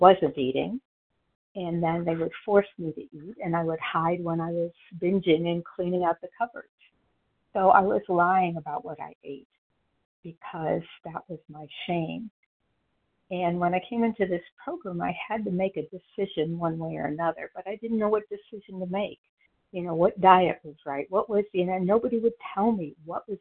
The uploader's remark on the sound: from the 100 Pounders Phone Meeting, 8/22/23.